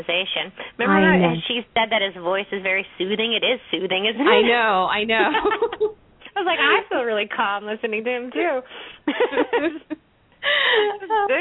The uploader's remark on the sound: open up the lines for listeners to call